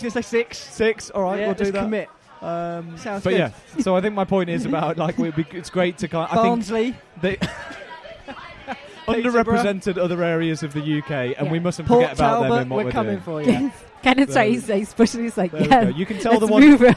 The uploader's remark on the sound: live from the loudest pub in London